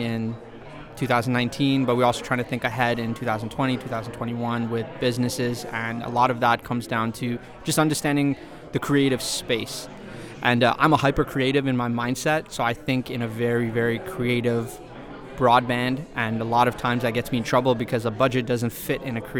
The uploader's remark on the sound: LIVE from the ITEX Canada Meet & Greet